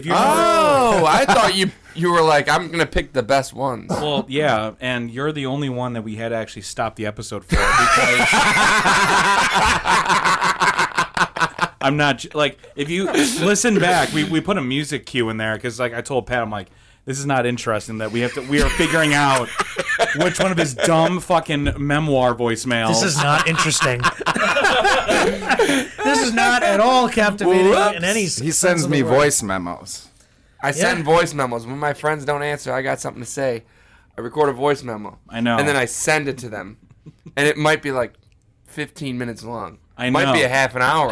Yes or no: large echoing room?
no